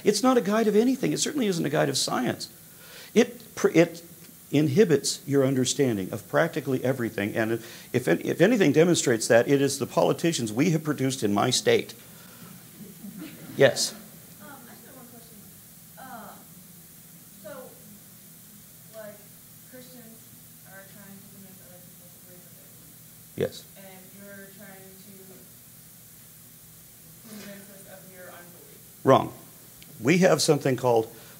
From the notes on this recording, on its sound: Live speech at Eastern Illinois University. 30 minute speech with a half hour QnA included.